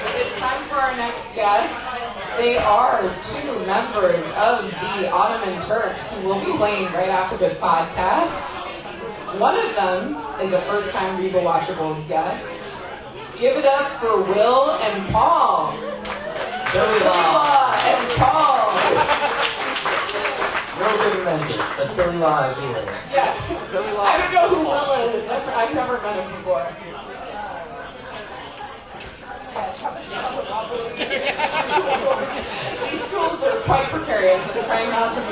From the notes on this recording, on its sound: Gathered at Dallas' Barley House to record barely intelligible audio and drink too many beers. LIVE AT BARLEY HOUSE. IT'S OUR FIRST EVER LIVE POD!!!